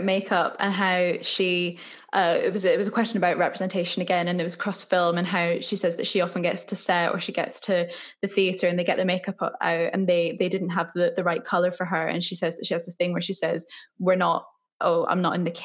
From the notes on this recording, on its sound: This was recorded during lockdown in May 2020 over zoom.